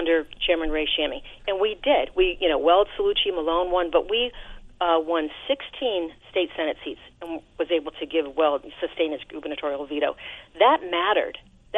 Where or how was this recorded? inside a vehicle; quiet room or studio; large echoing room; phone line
phone line